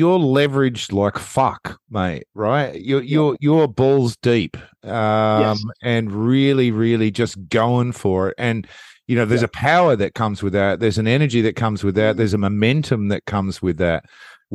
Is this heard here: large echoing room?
no